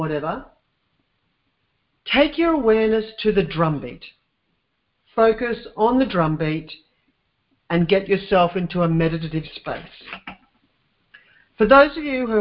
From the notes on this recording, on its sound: LIVE CALL RECORDED